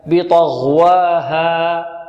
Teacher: فلا نغلق المخرج قبل انتهاء الألف، فيصدر ماذا منها؟ همزة